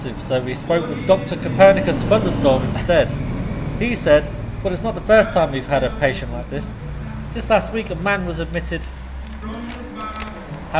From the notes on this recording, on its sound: It's a live recording down 'The Whistle & Flute' in Nottingham